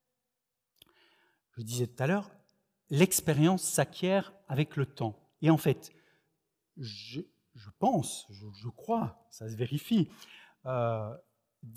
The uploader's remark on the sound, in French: Enregistré à l'église CVV, le 25/07/2021